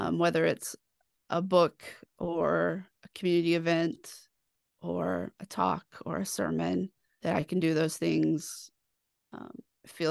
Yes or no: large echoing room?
no